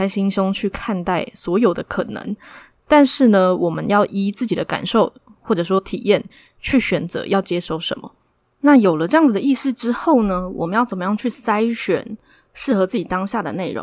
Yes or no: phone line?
no